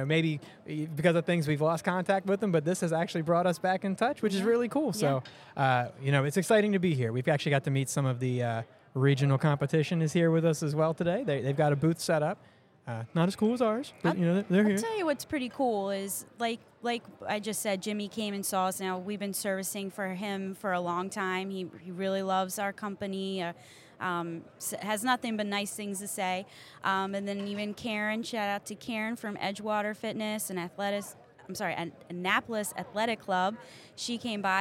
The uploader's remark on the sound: Live from AB Show 2023. Recorded LIVE at the Athletic Business Show in Baltimore MD! Our team shares the sights and sounds of our first tradeshow as exhibitors.